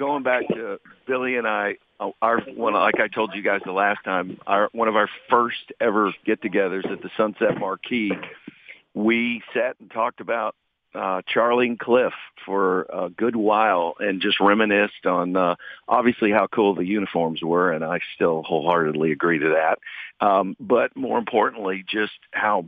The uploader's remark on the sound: called in to the Ben and Skin show